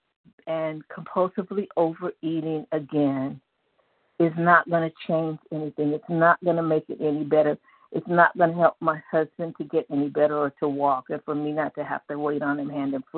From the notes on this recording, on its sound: from the 100 Pounders Phone Meeting, 1/6/24.